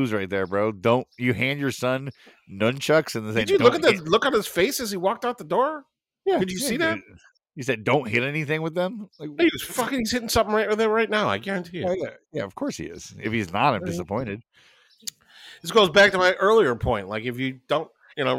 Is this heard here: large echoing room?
no